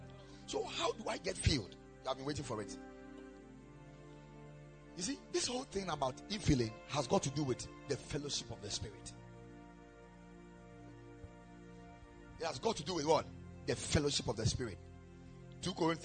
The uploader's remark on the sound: Preached at the Ekklesia Chapel